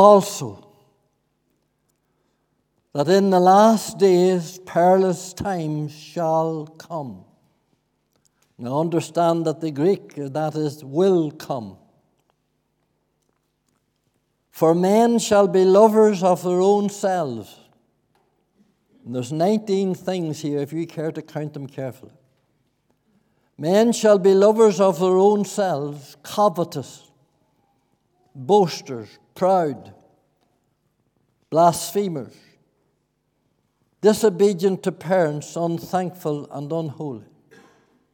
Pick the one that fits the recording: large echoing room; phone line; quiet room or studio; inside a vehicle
large echoing room